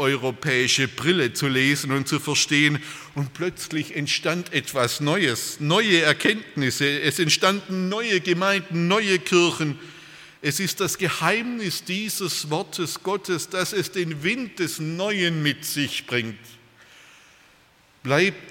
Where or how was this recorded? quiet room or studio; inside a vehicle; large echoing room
large echoing room